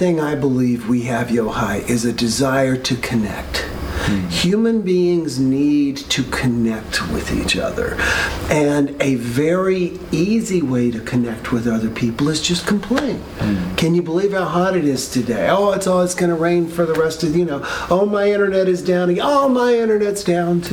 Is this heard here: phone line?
no